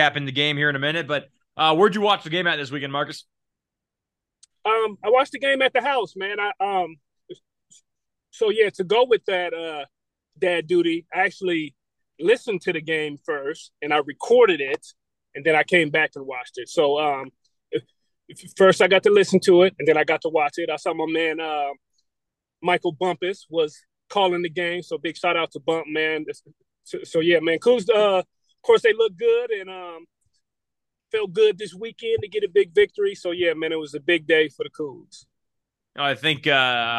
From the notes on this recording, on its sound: recording from a car as he picks up his kids